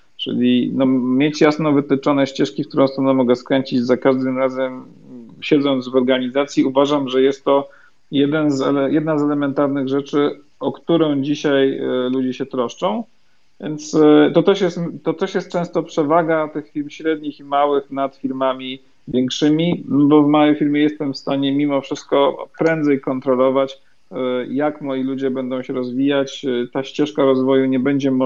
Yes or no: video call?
yes